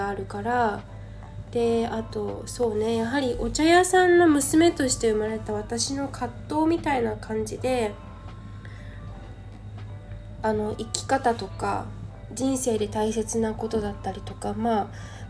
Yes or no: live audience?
no